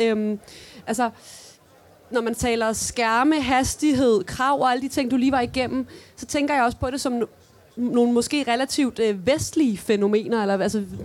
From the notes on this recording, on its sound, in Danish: Podcasten er optaget foran et publikum på Folkemødet 2023.